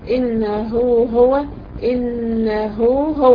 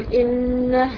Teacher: أما النوع الثالث والأخير هو ما كان ثابت وصلا دون الوقف، يعني في حالة الوصل يكون عندي مد وفي حالة الوقف يحذف حرف المد · Term: مد الصله